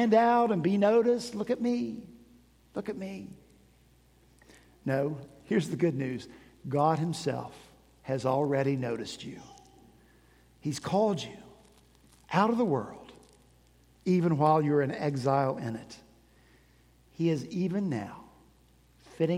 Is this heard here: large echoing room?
yes